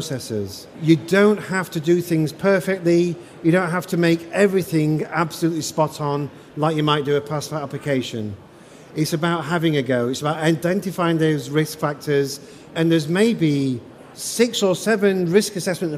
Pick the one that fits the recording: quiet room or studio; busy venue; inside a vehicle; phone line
busy venue